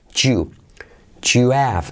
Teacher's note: Mirad la transcripción de nuestro sistema fonético que no ponemos do you, sino unimos do y you y se contrae. Al unir la D y la Y se convierte en una letra J.